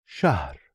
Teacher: this ha is a consonant, shahr, and has to be pronounced fully in the middle